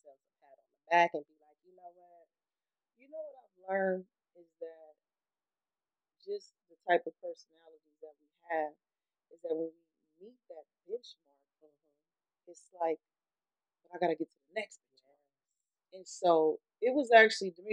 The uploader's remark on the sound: Sorry about the audio my husband is learning the equipment.